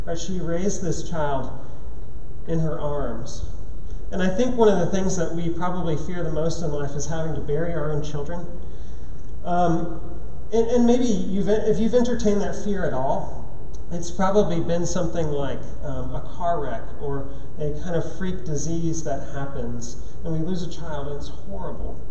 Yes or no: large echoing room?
yes